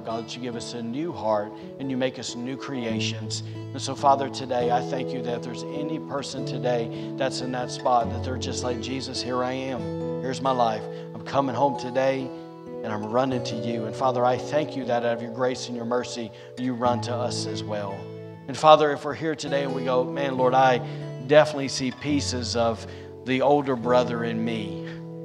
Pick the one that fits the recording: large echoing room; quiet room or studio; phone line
large echoing room